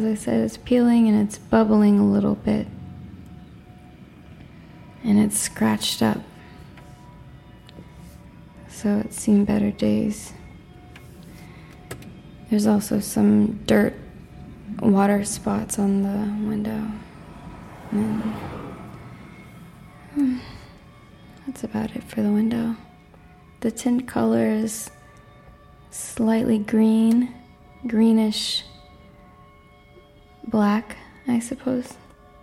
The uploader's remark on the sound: I describe what I’m looking at while sitting in my car, parked at Nickerson and Annie.